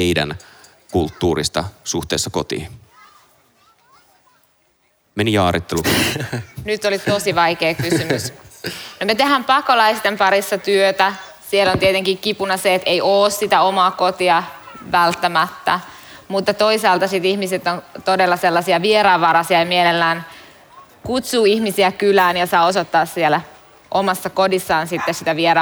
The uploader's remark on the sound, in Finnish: äänitys liveyleisön edessä Kansanlähetyspäivillä 2022